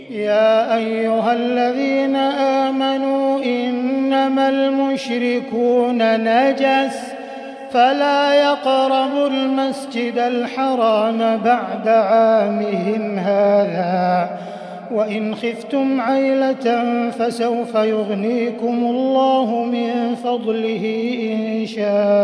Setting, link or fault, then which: setting, large echoing room